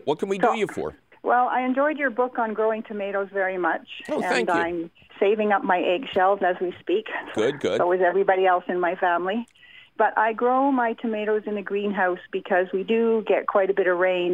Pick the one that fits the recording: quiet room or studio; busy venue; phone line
phone line